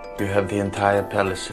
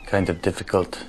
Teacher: In German, the consonants at the ends of words are devoiced, and this carries over into English.